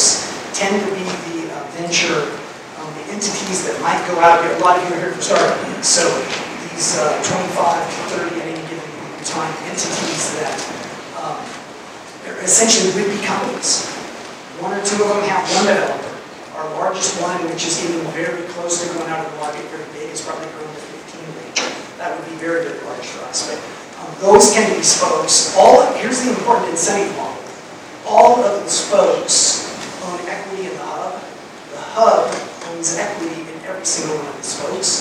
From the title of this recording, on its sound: Fireside Chat at Denver Startup Week